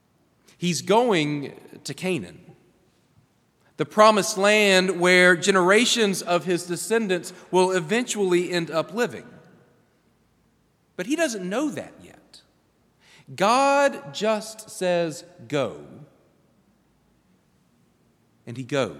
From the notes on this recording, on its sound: preached at Hendricks Avenue Baptist Church on Sunday, February 25, 2024.